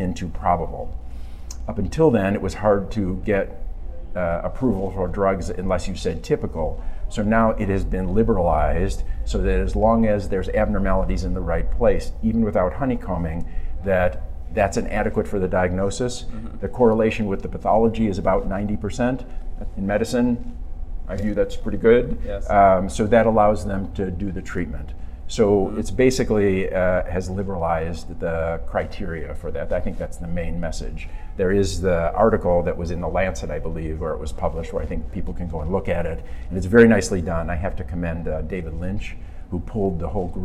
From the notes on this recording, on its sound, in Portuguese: gravado durante o 23ª Curso de Atualização em Imagem